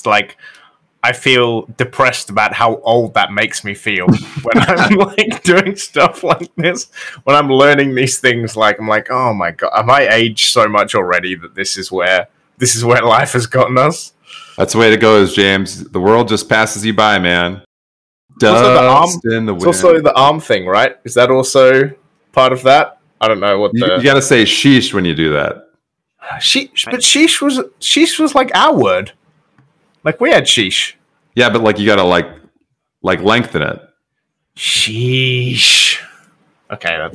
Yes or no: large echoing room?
no